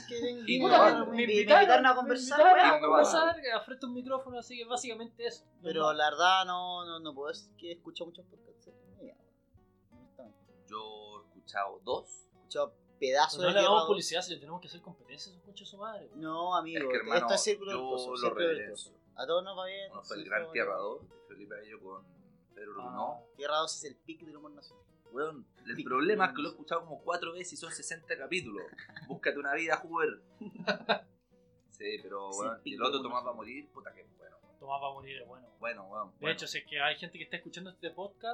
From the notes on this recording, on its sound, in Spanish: Es por ello que perdimos el fin de semana aprendiendo a remasterizar el episodio piloto. Bajamos el db general del audio, para quienes quieren conservar la audición, eliminamos en lo posible algunos ruidos molestos y agregamos una sensual música de ascensor de fondo para ocultar la precariedad del audio.